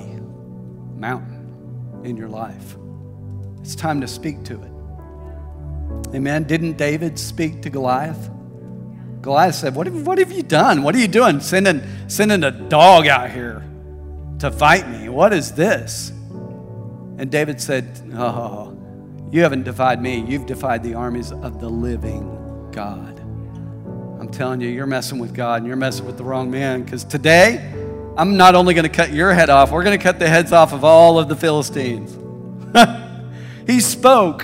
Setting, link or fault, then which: setting, large echoing room